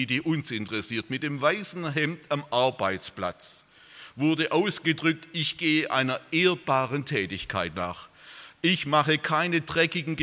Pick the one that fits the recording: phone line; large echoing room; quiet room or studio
large echoing room